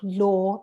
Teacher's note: medium rounded in the lip position, tongue position, back half raised